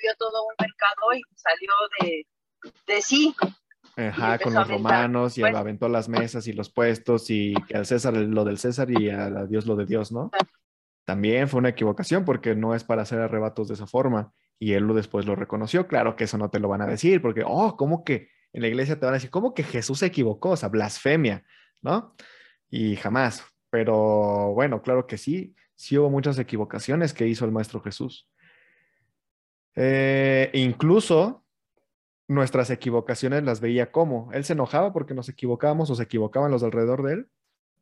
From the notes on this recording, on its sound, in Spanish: Posteriormente se graba y se sube como podcast.